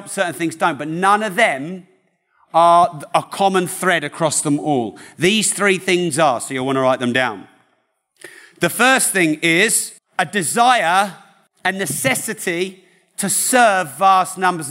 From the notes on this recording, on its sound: Live From London.